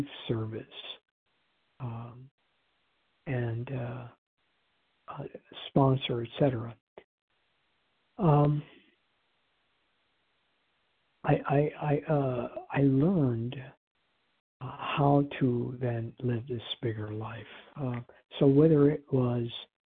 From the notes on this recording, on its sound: 100 Pounders Phone Meeting, 1/22/24.